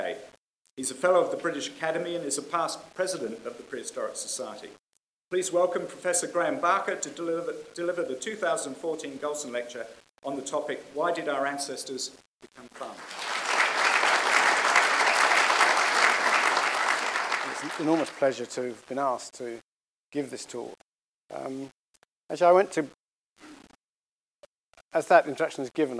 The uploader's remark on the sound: The Golson Lecture was delivered at ANU